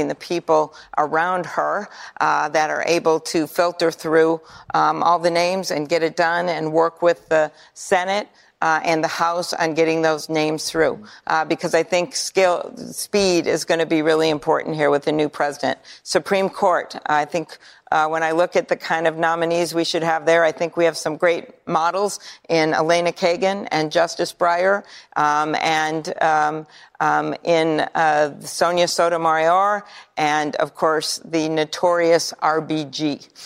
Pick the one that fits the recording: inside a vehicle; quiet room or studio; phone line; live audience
live audience